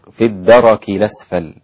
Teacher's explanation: الأسفلي نقل الإمام ورش حركة الهمزة إلى الساكن قبلها